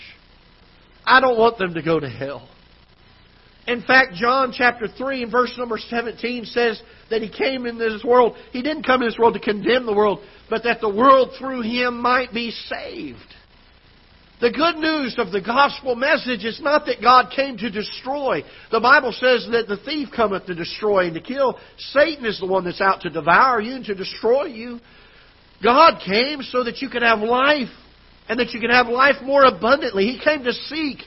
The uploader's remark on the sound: Ketha Heights Baptist Church ~ Live Broadcast